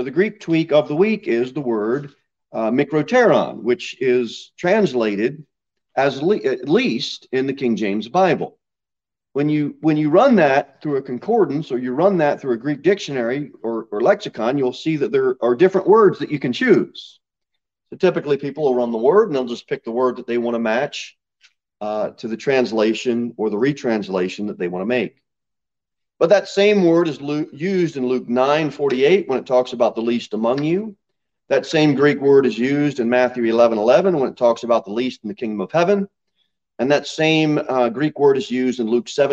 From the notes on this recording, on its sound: Sermon delivered at Pilgrim Baptist Church. Pilgrim Baptist Church is a bible-believing, independent Baptist church.